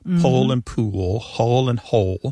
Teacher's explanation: And that L at the end of the syllable is what is known as a dark L. So the physical act of pronouncing that dark L kind of requires the back of the tongue to raise toward your soft palate. And that movement of the tongue pulls the vowel that comes before the L in a new direction.